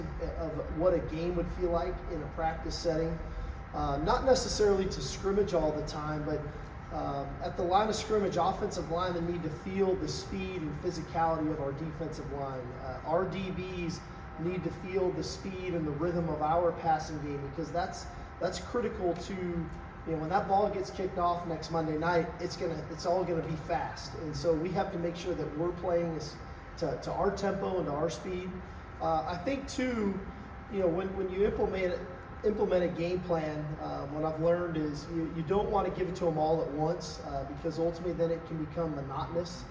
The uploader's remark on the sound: Arrival Press Conference in New Orleans for the Allstate Sugar Bowl.